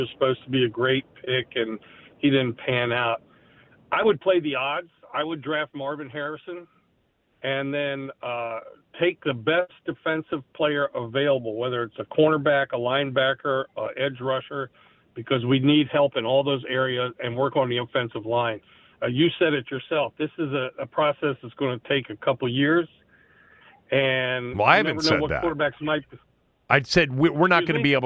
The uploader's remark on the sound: Opens up the phone lines to allow listeners to weigh.